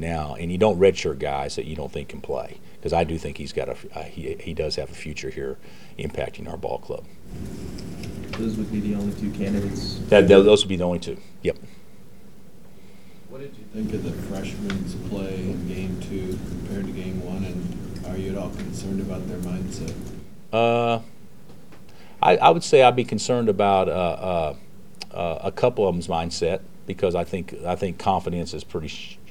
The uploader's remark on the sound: Press Conferences & Post-Game Interviews